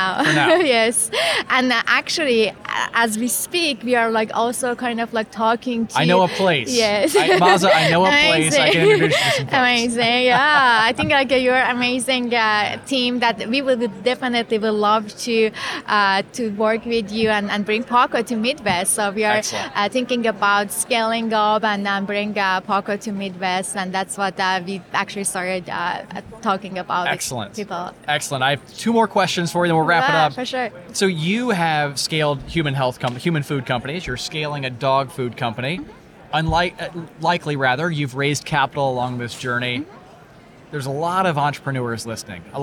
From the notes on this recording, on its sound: during the Rally Innovation Conference in Indianapolis